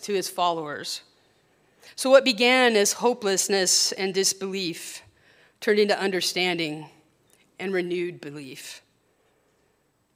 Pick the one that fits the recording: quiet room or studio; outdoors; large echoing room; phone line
large echoing room